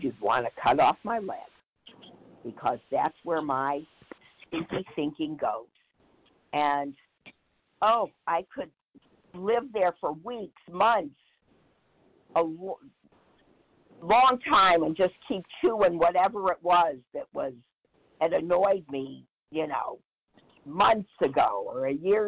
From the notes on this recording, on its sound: 100 Pounders Phone Meeting